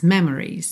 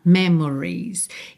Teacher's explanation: Normalmente ela aparece só memories, ou seja, ela nem aparece na verdade, né? Quase sempre a gente reduz tanto esse O que parece que do M vai pro R. · Shown in: first take